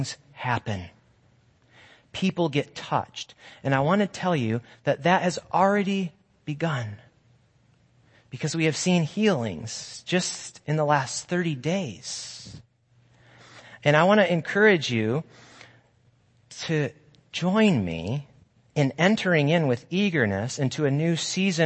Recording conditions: large echoing room